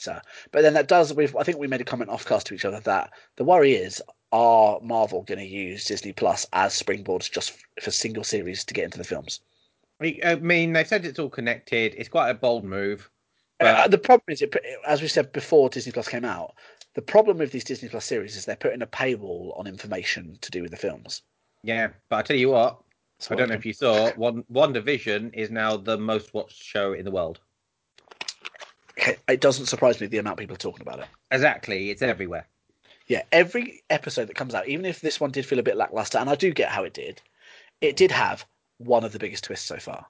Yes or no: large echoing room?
no